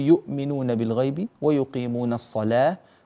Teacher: ويرقق اللام من كلمة الصلاة